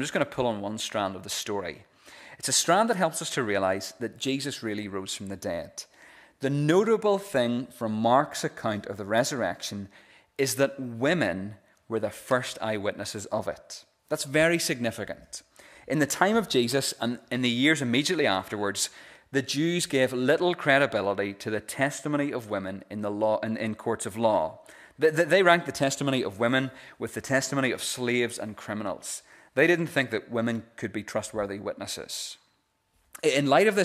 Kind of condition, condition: setting, large echoing room